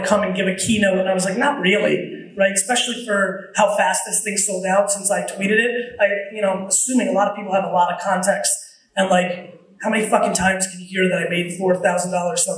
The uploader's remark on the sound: WeWork 2013 Keynote. A keynote that I gave at WeWork in 2013.